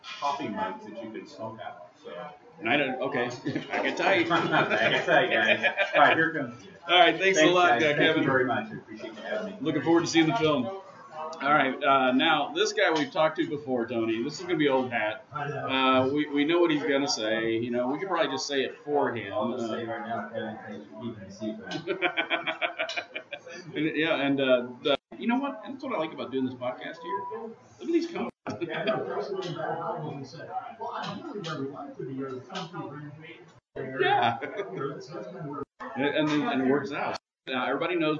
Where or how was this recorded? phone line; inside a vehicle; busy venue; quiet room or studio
busy venue